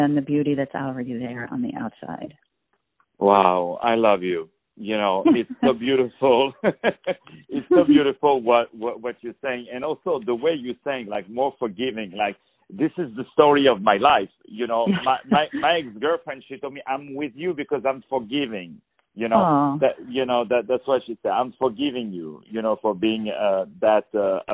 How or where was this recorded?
phone line